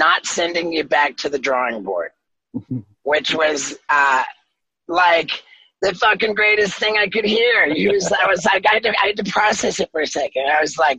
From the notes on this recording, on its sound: We reconnected in the summer of 2020 over Zoom in two separate conversations.